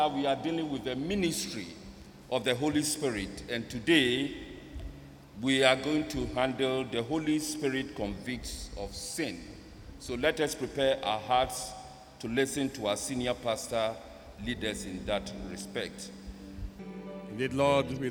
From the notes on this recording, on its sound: Sermon preached at CBC Shiashie Campus on July 11, 2021